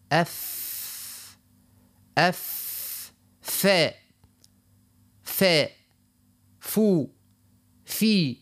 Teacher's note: بطن الشفة يخرج منه مع الثنايا العليا يخرج منه حرف الفاء